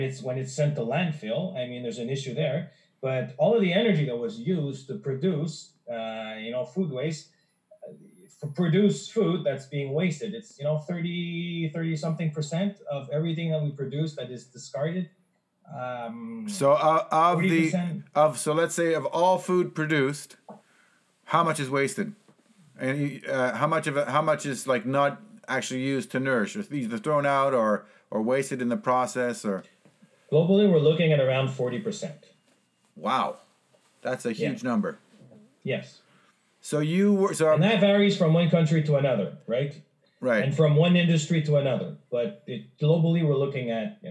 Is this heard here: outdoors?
no